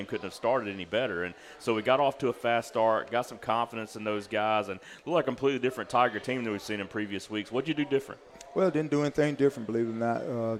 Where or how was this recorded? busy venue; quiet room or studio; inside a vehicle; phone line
busy venue